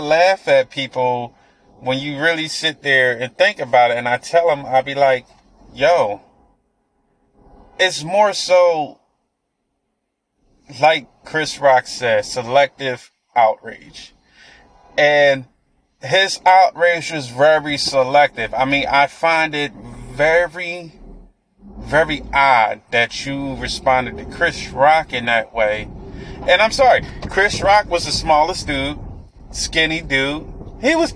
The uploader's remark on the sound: I was driving while recording.